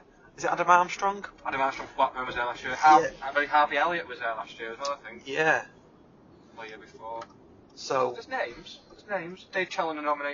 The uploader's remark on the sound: special episode recorded on the way to and from the 2022 Northwest Football Awards